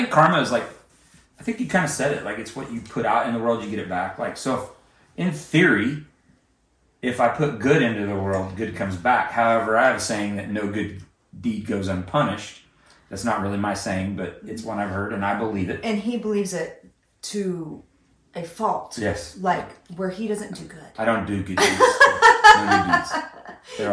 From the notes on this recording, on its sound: We're sharing a mic so it's kinda rough.